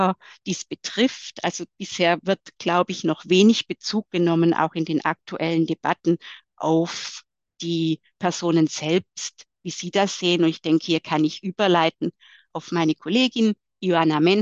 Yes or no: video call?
yes